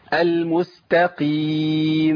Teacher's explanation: عملت رخاوه، زودت الصوت وعملت غنه مبالغ فيها